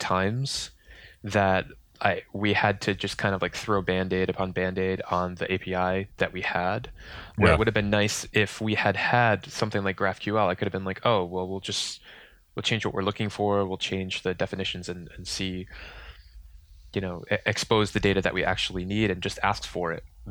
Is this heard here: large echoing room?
no